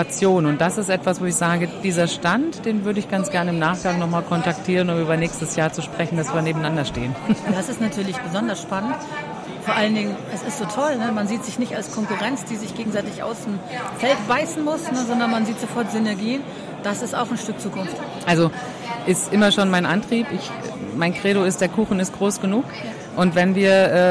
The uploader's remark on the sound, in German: Die Podcast-Sonderedition live aufgenommen auf der TAXarena Hannover.